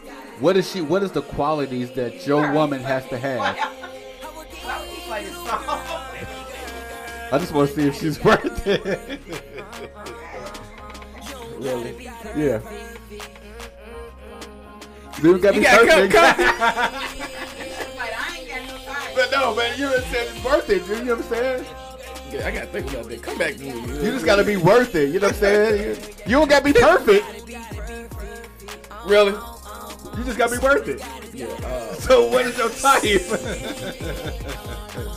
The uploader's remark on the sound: The 502 R&B Show LIVE from Melt_502 in Louisville, KY !